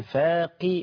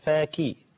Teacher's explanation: القاف المكسوره هي تاخذ اقل مراتب التفخيم. يعني لا تصل الى حد، لا تصل الى حد الترقيق الذي يوصلها الى الكاف. · Shown in: first take